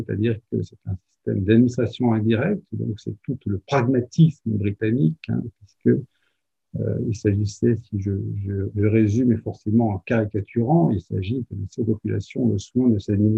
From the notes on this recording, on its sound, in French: Enregistré sur Zoom le 12 avril 2021 dans le cadre du sémainaire "Patrimoine africain".